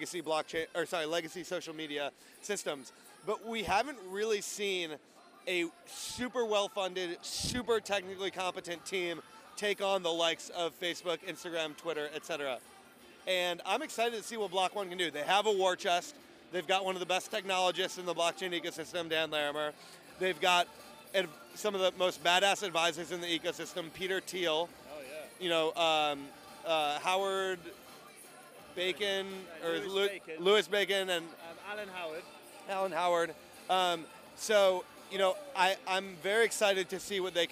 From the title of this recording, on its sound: LIVE FROM THE BLOCK.ONE JUNE EVENT!